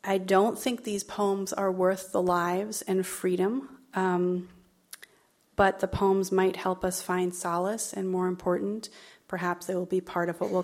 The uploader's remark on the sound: as part of the Seattle Arts & Lectures Poetry Series on November 14, 2016 at McCaw Hall